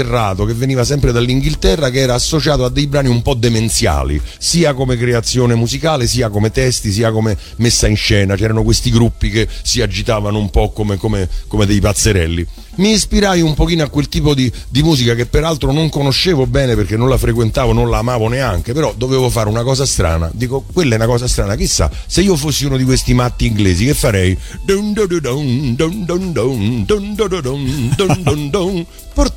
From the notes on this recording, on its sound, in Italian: A San Marino Comics 2021 abbiamo avuto l’occasione di registrare.